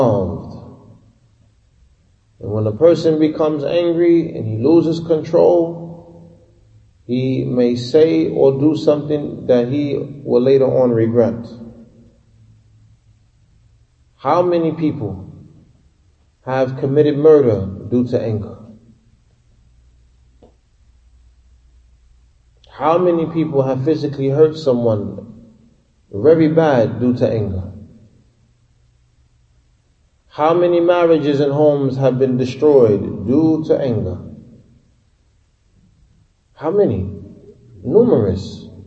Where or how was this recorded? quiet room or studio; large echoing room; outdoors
large echoing room